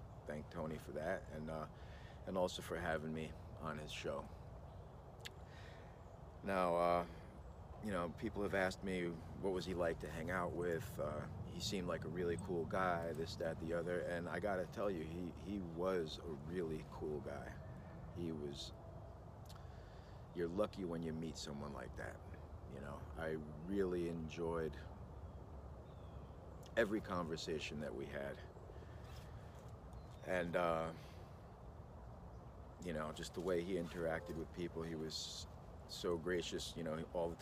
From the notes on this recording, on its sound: Filmed on an iPhoneX.